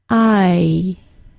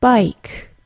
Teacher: The tongue is neutral at the beginning of the sound and then moves upward into a sound similar to a Y sound. If I say the sound very slowly, hopefully you can hear both parts of the sound. · Term: long I